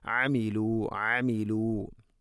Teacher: ഐന് തൊണ്ടയുടെ മധ്യഭാഗമാണ് അതിൻ്റെ ഉച്ചാരണം, മഖ്റജ്